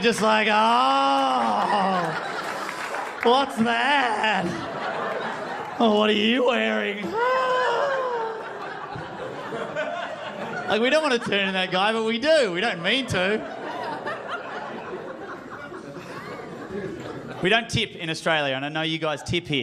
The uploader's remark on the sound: Stand Up Comedy Live Gotham Comedy Club.